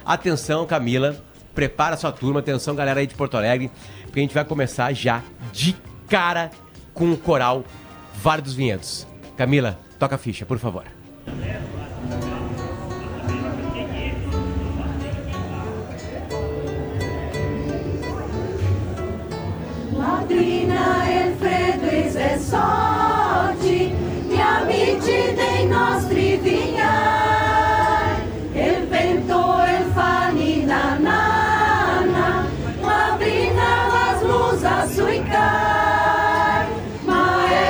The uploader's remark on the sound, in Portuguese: Timeline ao vivo da abertura da Expobento e Fenavinho na Serra Gaúcha.